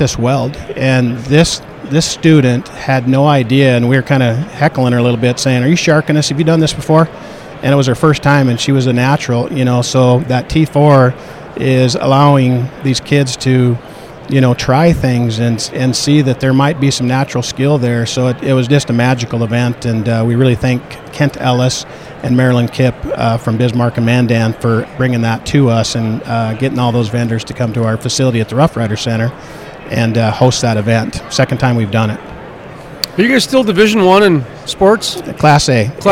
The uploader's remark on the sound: at the Williston Basin Petroleum Conference